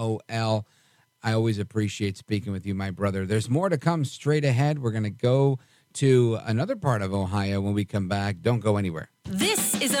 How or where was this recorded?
phone line